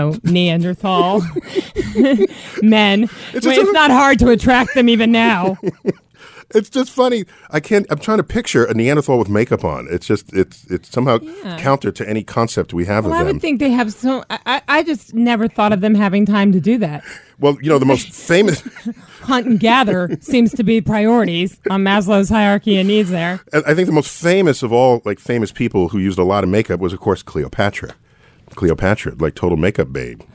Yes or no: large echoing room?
no